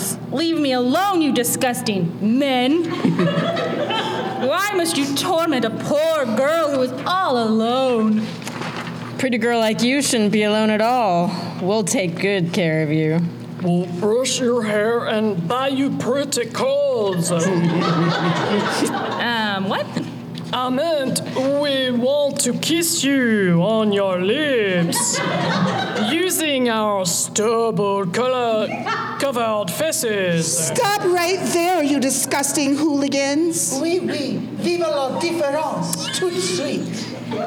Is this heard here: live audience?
yes